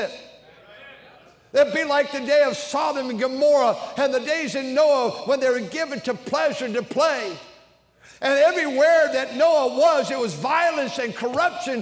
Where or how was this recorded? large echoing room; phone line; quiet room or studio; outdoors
large echoing room